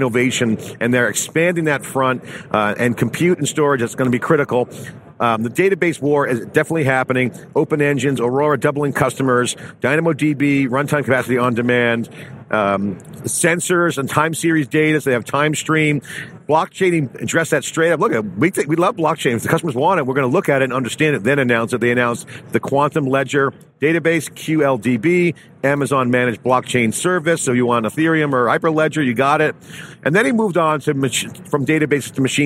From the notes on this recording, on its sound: AWS re:Invent 2018. TheCUBE's second day of live coverage from Las Vegas NV.